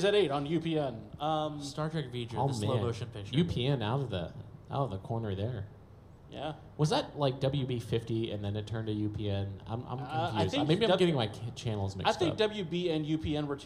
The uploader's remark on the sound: we're live at Farpoint 2020!